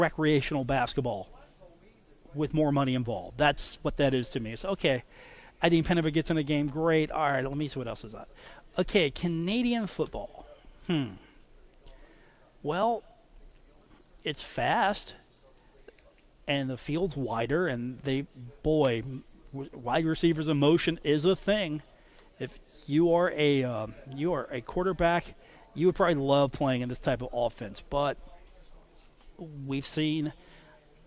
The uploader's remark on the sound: today from The Union Pub and Grill in Huntington